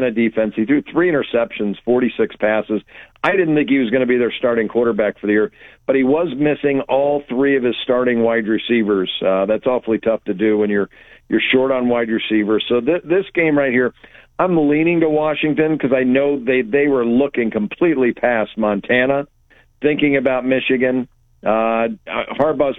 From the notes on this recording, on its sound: Cy-Hawk week talk & phone calls.